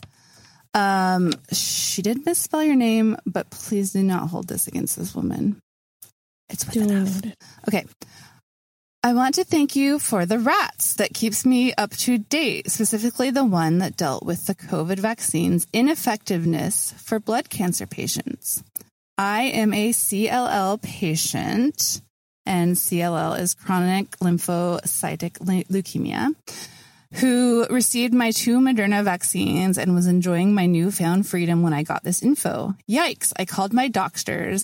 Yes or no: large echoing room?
no